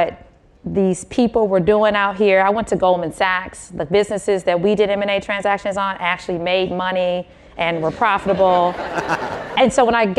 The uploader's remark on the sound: Recorded live from the Concrete Rose Summit in Menlo Park, CA.